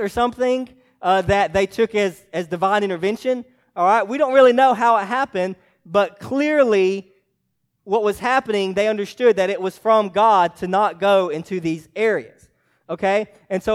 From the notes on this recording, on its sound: preached to Hillside Baptist Church in Eastman, GA on 2/25/24